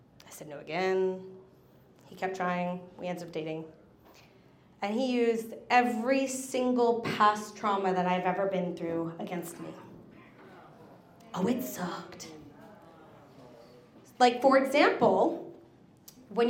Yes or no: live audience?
yes